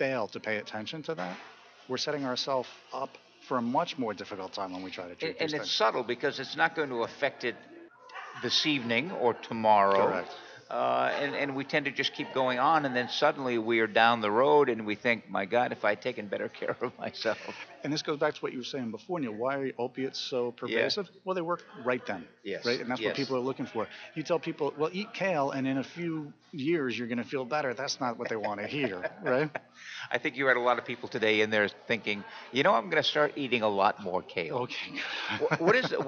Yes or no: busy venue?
yes